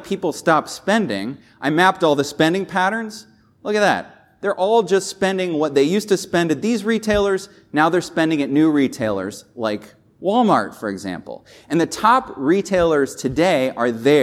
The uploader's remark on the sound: This episode was recorded live from the stage at Retail University, a JLL training event.